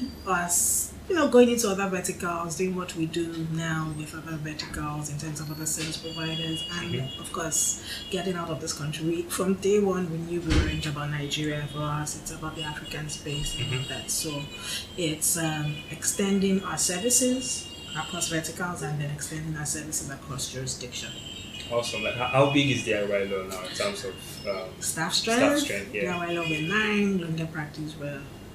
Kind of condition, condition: fault, background noise